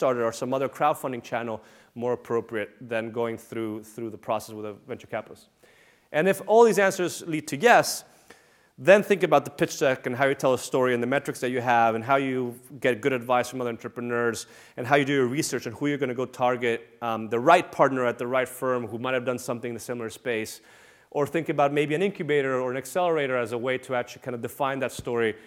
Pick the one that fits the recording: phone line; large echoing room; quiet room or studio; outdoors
large echoing room